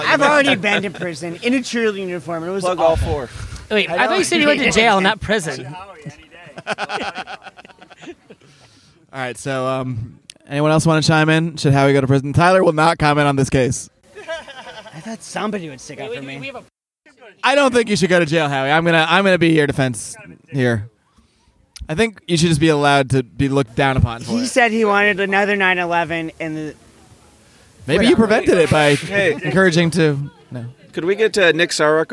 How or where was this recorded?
busy venue